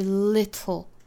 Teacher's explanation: little 这个词英式发法呢是舌边爆破的，是 little 也就是 t 跟后面舌侧音组合在一起当成一个音节